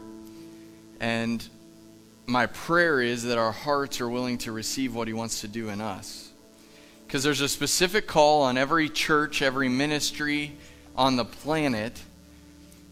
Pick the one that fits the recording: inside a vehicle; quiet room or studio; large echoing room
large echoing room